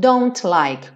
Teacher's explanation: Então, don't like, come o T